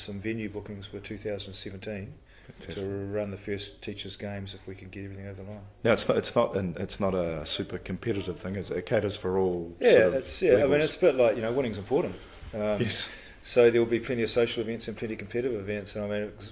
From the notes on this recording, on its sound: A throw back to PENZ Conference 2016 where I had my very first podcast interview